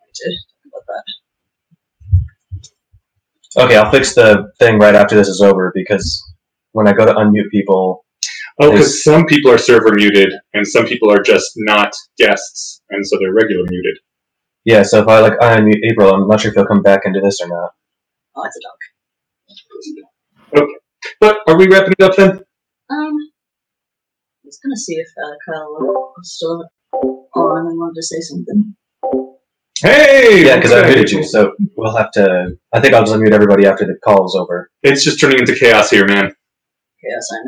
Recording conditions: poor sound quality